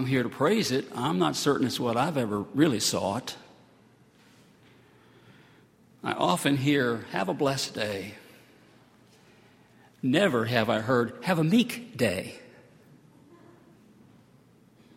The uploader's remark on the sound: at Highland Baptist Church